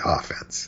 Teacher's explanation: I think the reason that in sports talk it got switched with the accent on the first syllable is that this is probably the only context in which the two words are being used frequently, and you want to emphasize the difference between them.